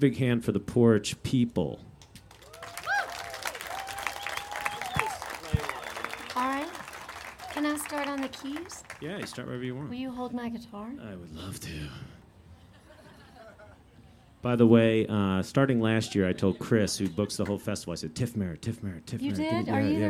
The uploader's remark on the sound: live on the Porch a stage at FloydFest 9 in 2010